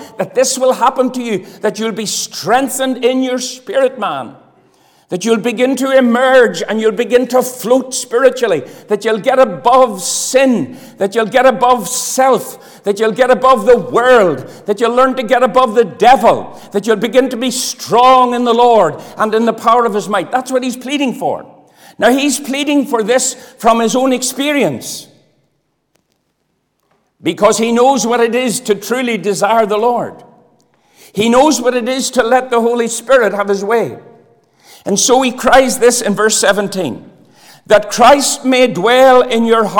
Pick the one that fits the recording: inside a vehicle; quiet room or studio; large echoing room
large echoing room